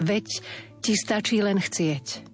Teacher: tu máme zdvojené ť, aby nebolo veti